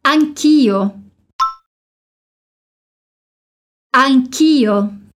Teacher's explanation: Para dizer eu também em italiano, a gente pode dizer anche io, mas geralmente na língua falada a gente reduz essas duas palavras em anch'io, como se fosse uma palavra só